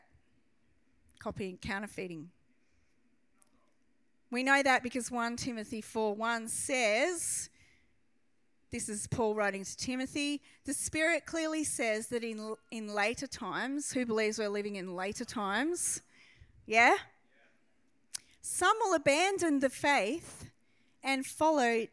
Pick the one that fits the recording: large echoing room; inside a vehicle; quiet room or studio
large echoing room